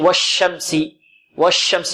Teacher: ومخرج الشين من ماذا؟ من وسط اللسان · Term: التفشي